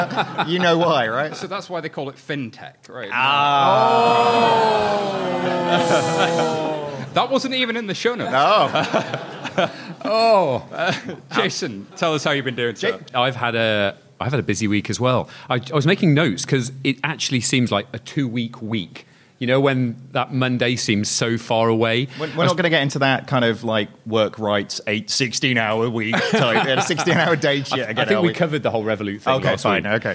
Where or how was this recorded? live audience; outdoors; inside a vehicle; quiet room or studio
live audience